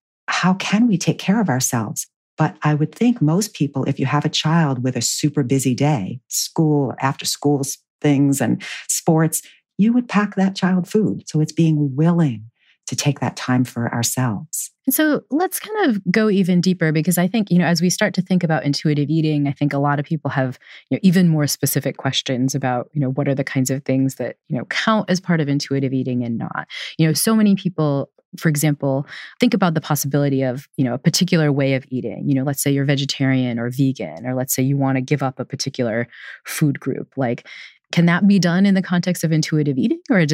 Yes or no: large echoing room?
no